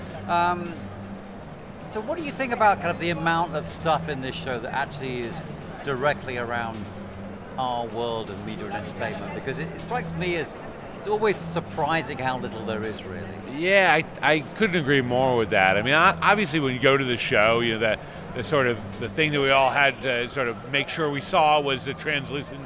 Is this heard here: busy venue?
yes